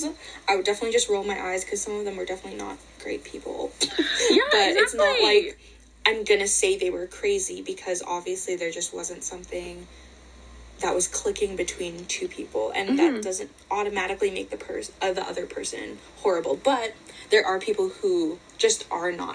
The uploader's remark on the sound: Please excuse the attempt at a long-distance episode today... If the audio was off, it wasn't me!